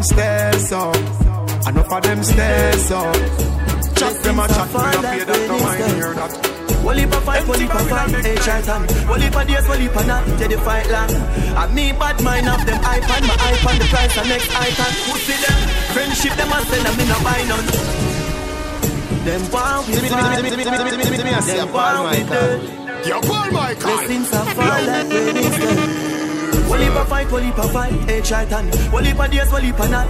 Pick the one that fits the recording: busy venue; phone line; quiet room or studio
busy venue